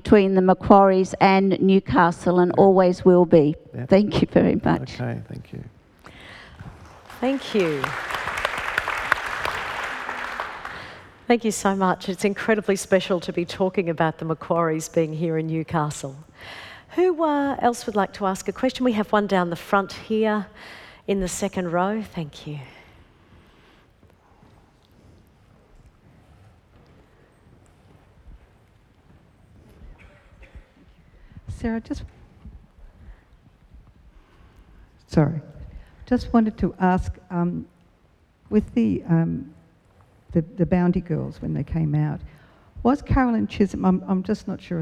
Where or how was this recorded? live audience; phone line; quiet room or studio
live audience